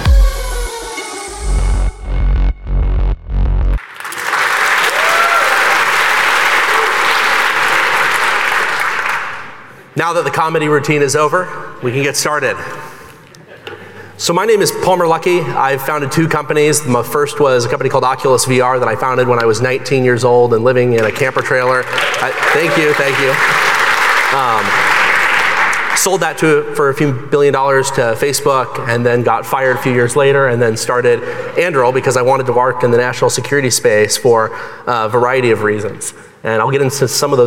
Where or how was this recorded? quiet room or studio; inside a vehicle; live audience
live audience